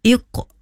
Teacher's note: mesti ada bunyi q. Okey, itu kita namakan qalqalah.